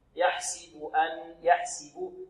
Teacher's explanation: كذلك نحافظ على كسرة السين في يحسب